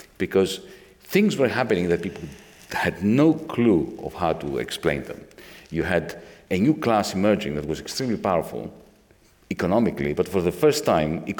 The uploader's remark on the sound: This episode brings you part one of our live event, System Error: Should We Fix Capitalism or Abandon It?